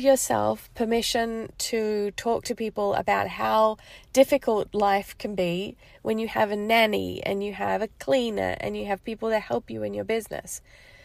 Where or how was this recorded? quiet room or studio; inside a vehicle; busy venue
inside a vehicle